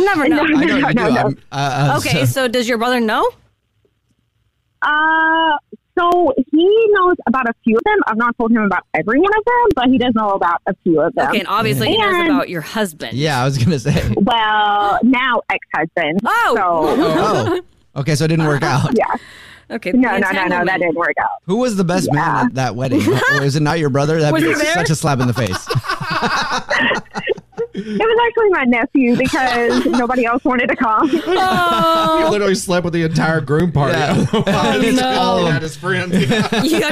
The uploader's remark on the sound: The woman on the phone